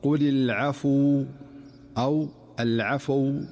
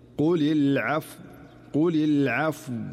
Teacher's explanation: فعلى سبيل المثال عند الوقف على كلمة العفو، نسمع البعض عندما يقف على هذه الكلمة قل العفو العفو، فتحركت الفاء فأصبحت مضمومة، ولكن الصحيح هو المحافظة على سكون الفاء فلا تتحول إلى ضمة أو فتحة · Shown in: second take · فالخطأ هو قل العفو أو العفو، وهذه كلها أخطاء.